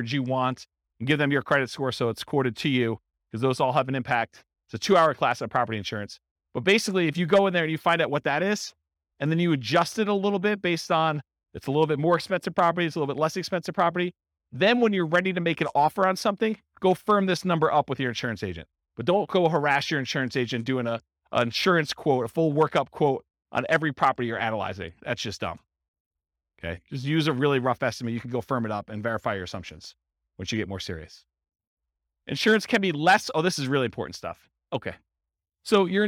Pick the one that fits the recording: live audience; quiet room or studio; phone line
live audience